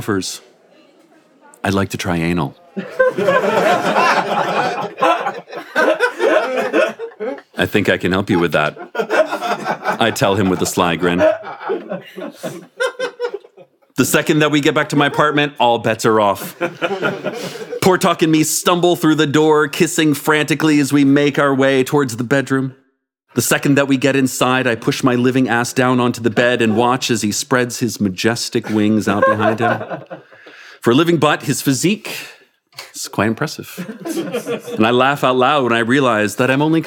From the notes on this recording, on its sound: in front of a live audience